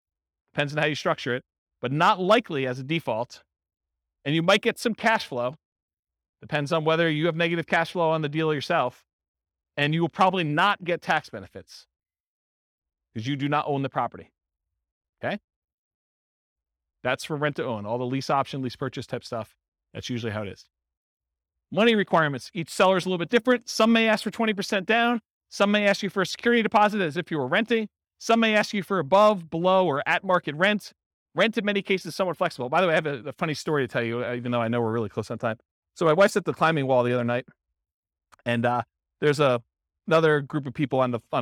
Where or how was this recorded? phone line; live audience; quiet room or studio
live audience